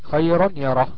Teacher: طيب يبقى الوقت عندنا نون ساكنه وبعدها ياء، والياء ديت من حروف الإضغام بغن، يبقى هنضغمها يعني هندخل النون الساكنة في الياء ليصير حرفا واحدا مشددا، يعني النون ديت هتتقلب ياء ساكنة.